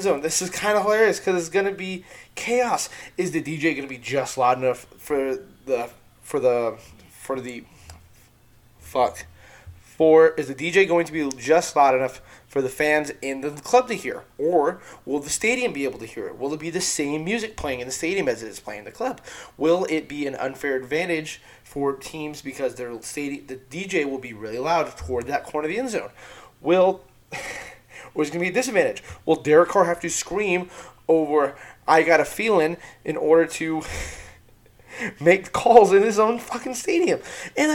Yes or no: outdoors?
no